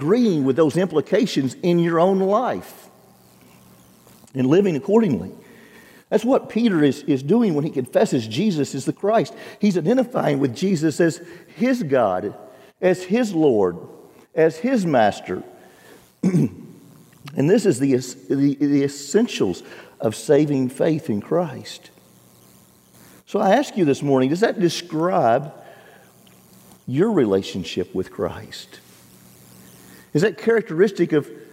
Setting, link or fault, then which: setting, large echoing room